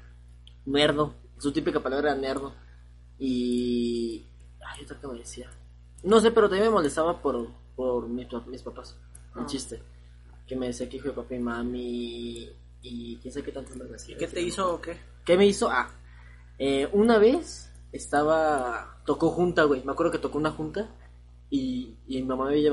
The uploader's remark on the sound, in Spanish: Lamentamos el sonido de fondo, prometemos mejorar el audio